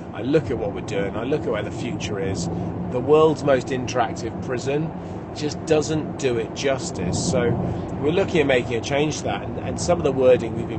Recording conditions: inside a vehicle